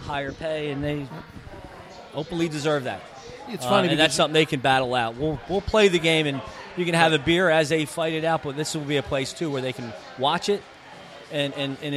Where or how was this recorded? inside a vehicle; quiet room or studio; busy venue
busy venue